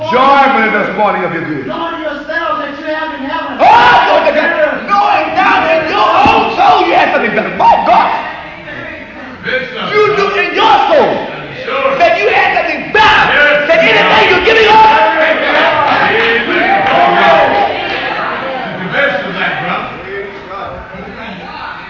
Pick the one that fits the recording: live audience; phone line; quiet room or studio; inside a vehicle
live audience